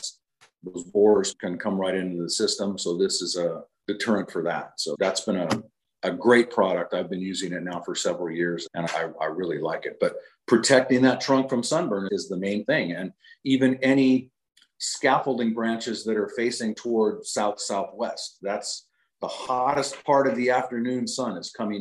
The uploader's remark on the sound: As we chat with our zoom audience. Live Zoom webinars focusing on fruit tree care.